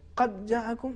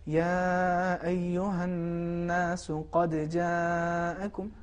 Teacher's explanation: دال کو جیم میں ادغام نہ کریں متصل نہ کریں اس کو الگ تلفظ کریں · Shown in: second take · Term: قلقلہ